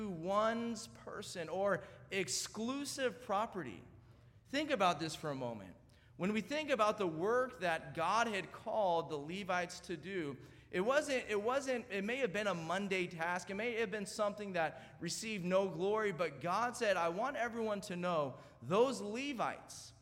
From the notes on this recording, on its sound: at North Valley Baptist Church in Santa Clara, California, during the Wednesday Evening service on January 3, 2024